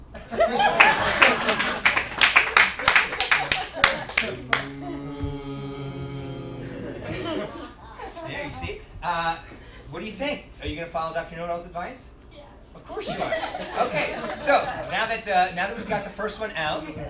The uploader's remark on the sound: Answer questions from the audience.